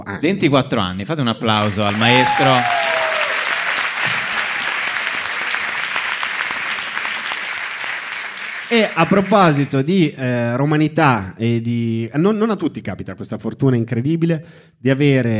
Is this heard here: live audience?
yes